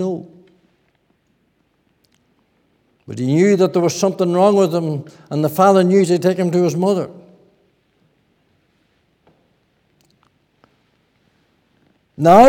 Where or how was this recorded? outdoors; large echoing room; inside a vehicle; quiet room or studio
large echoing room